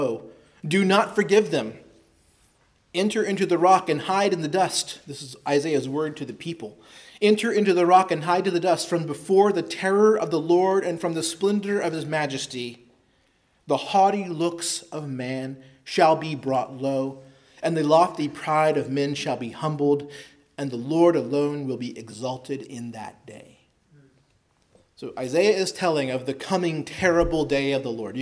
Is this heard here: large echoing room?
yes